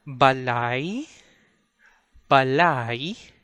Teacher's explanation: For example, in the word balay, balay, where it ends with letter Y, the consonant Y is the trigger to switch from A sound to E sound in the last syllable · Term: diphthong